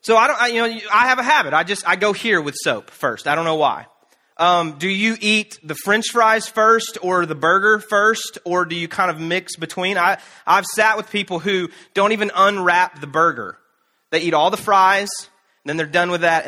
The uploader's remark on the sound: Canton Church, in Canton, GA, features live teaching